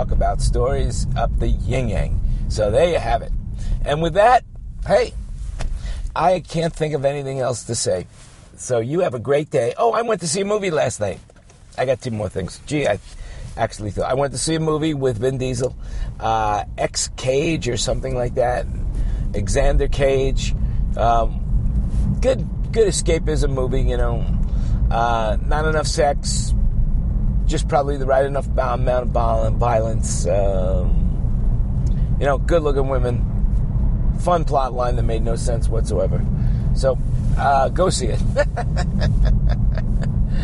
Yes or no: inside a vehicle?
yes